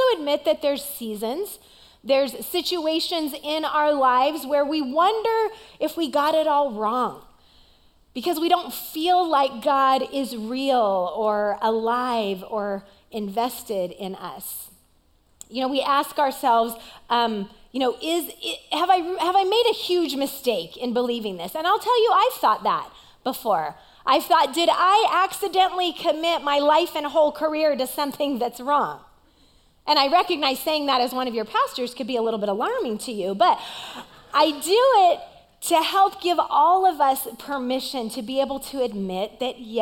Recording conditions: large echoing room